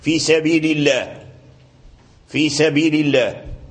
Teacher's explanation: إذا جاء اسم الجلالة قبل كسرة فالجميع رققه